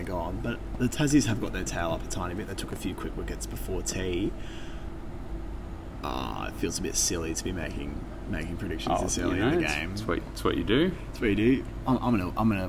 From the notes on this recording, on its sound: In this episode we take you to the action live from the SCG